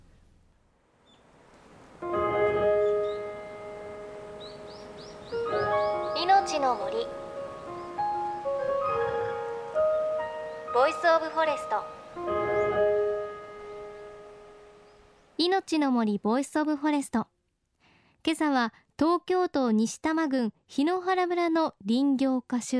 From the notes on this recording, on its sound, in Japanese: 檜原村の作業現場で